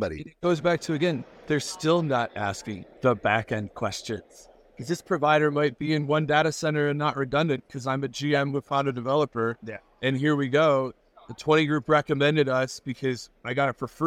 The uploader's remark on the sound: "Live" at Nada 2024